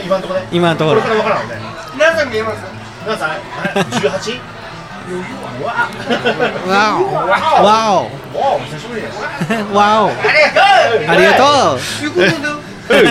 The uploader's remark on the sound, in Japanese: 今回は、東海市大田町にある英国パブブービーズにて収録！